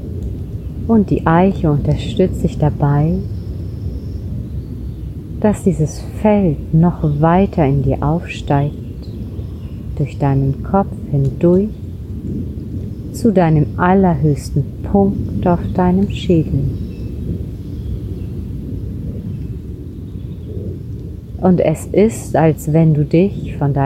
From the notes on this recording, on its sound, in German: Ich habe diese Meditation direkt in der Natur an einem besonderen Kraftort im Wald aufgenommen. Aus diesem Grund ist der Ton nicht ganz optimal und du wirst im Hintergrund Vogelgezwitscher hören.